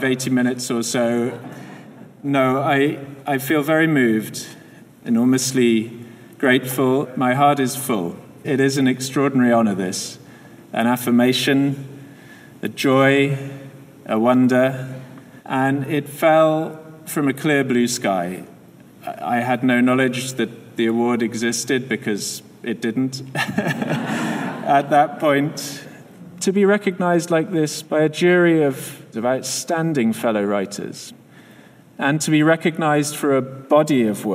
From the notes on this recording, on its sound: Spoke at a special event at the Royal Ontario Museum. Where he accepted the inaugural Weston International Award, presented by the Writers' Trust of Canada.